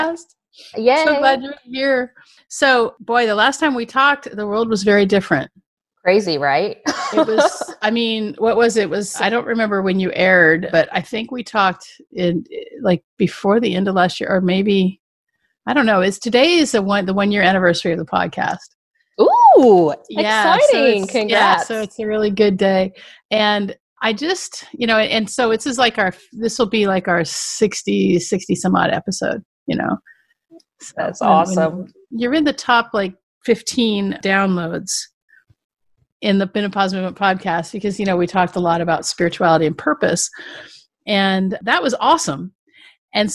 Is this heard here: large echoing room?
no